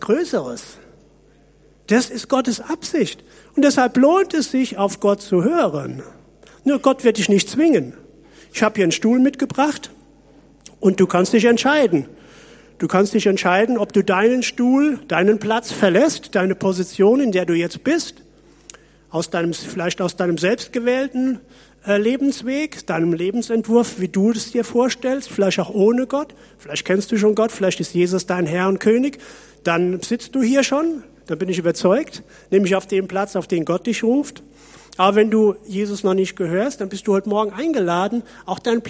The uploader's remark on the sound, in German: Predigt aus der Missio Kirche. Gemeinde für Bad Kreuznach und Region.